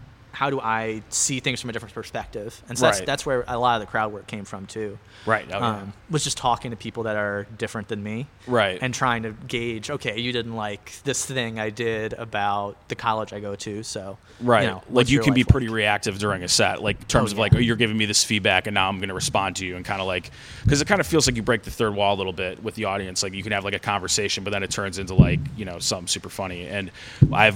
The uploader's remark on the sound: Recorded outside the comedy open mic at Wits End Saloon June 7th, 2022.